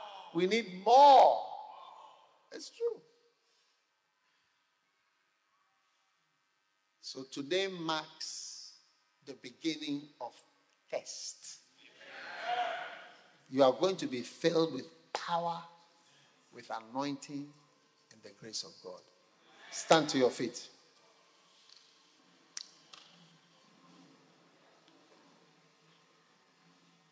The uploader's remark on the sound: Preached at a Healing Jesus Campaign Pastors&#8217; conference in Goaso, Ghana on the 16th of December. Preached at a Healing Jesus Campaign Pastors’ conference in Goaso, Ghana on the 16th of December.